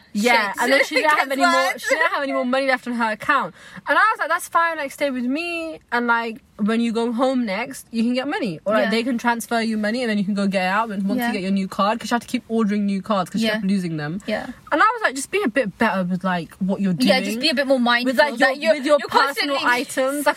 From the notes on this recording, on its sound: Today’s episode is recorded from the comfort of a car in a Maccy D’s car park, whilst we enjoy the simple pleasure of life, a McFlurry.